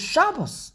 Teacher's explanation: In Yiddish, it's the way you say the word is Shabbos, because every single word in Yiddish, the emphasis is on the first syllable